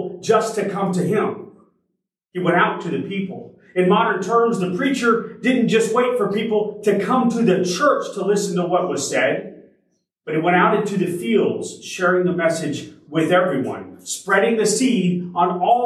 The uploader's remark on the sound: Originally delivered on January 22, 2023 at Crossroads Christian Fellowship in San Antonio, TX.